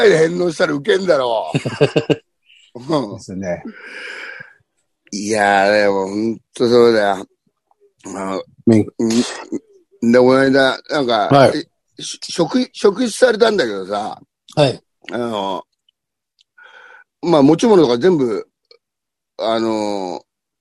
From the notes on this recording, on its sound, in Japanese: ZOOMで収録